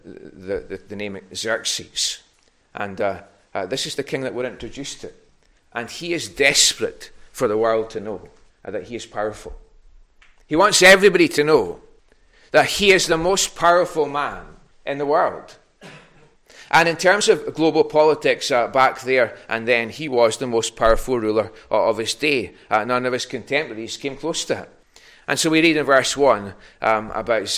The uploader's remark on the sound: recorded at North Harris Free Church on Sunday 23rd January 2022.